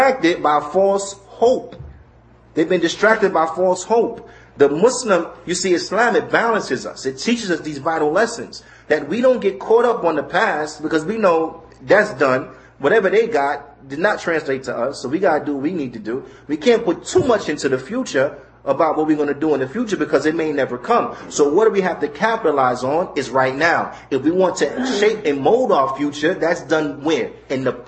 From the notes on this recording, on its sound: Lecture given at Muslim Community Center Of Apopka, Fl